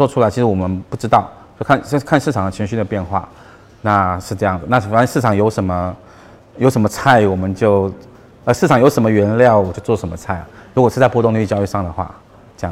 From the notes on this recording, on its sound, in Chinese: 本期音频来自2019DNOC期权夏季嘉年华，圆桌论坛部分内容分享